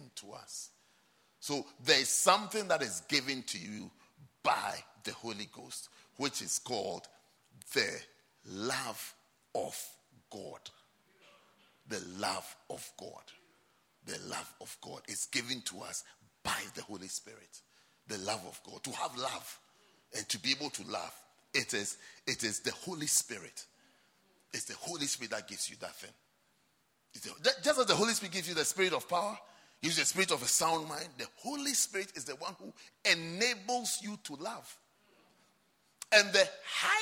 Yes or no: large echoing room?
yes